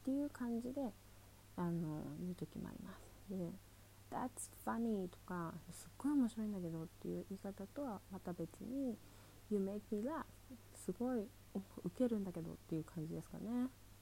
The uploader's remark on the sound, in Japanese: 音声小さいです、すみません。BGMないです。こっそりひっそり録りました（笑）。